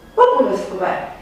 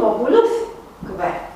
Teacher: Și suntem în prezența unui nou cuvânt, populus que, vedem care este silaba penultimă, da? Lus, este o silabă închisă, deci este accentuată. · Shown in: second take · Și accentuăm populus que.